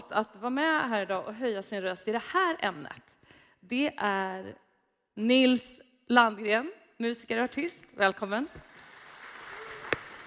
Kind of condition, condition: setting, live audience